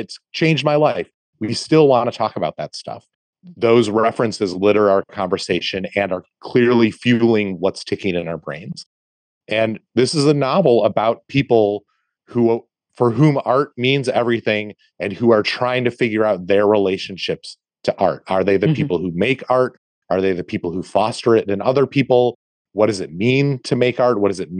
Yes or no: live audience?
no